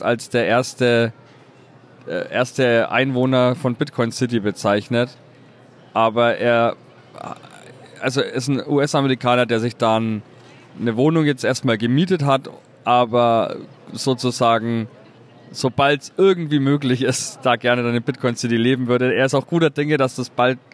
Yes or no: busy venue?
yes